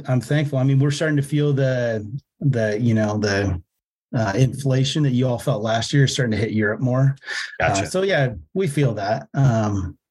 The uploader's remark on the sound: Has a Zoom interview with missionary. The audio quality on this episode is a little bit worse than usual due to recording over Zoom.